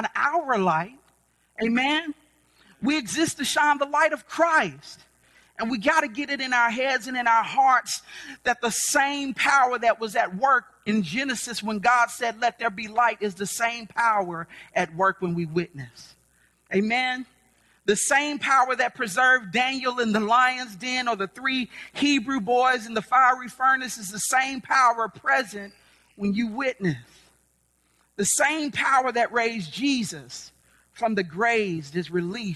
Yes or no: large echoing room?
yes